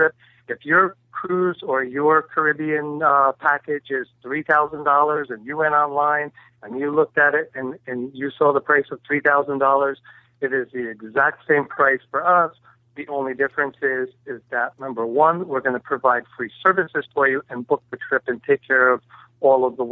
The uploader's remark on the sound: on the phone